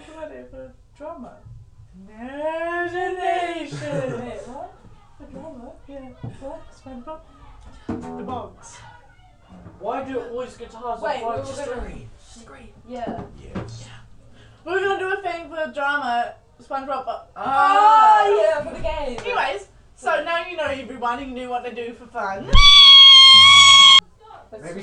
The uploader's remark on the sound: There is a lot of laughing in this, also sorry for any bad microphone quality we had to get rid of our old one.